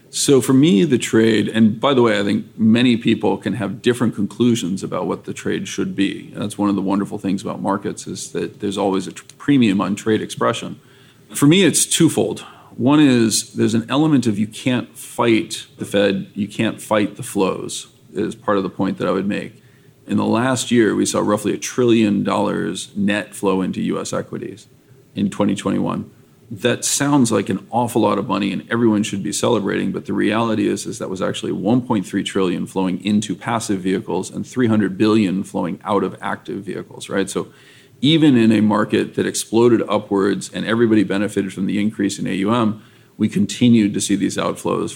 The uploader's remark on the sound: In a first for the Flirting with Models podcast, we recorded this episode live at the ETF Exchange in Miami in early April 2022.